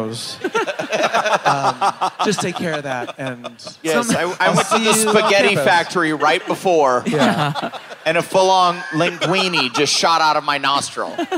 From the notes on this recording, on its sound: Live From Indianapolis!